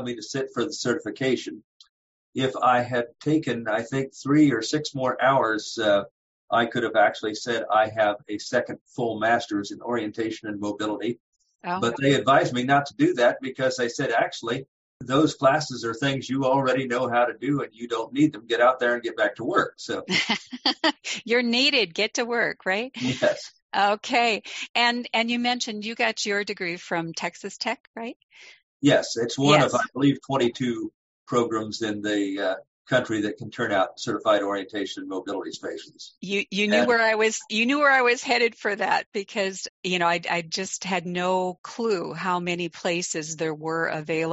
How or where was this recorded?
video call